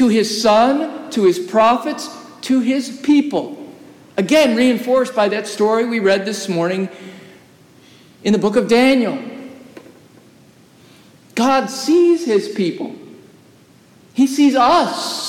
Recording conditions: large echoing room